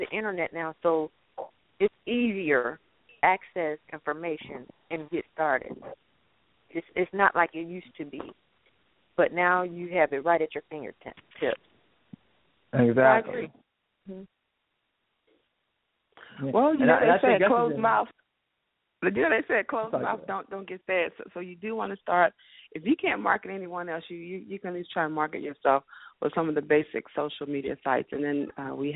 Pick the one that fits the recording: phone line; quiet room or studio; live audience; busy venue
phone line